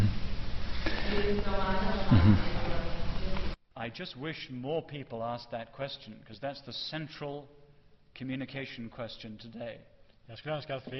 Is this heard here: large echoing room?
yes